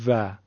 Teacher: حرف واو ما در فارسی میگیم و و لب پایین رو به دندونهای بالامون میزنیم